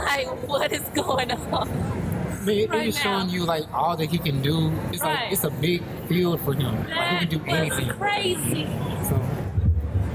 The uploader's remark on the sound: LIVE from Comicpalooza 2018